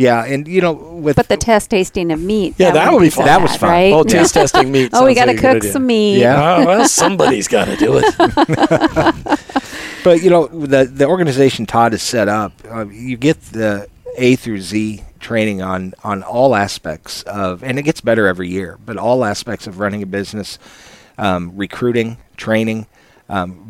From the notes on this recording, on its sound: An inspiring time LIVE from the Office Pride ANNUAL RETREAT.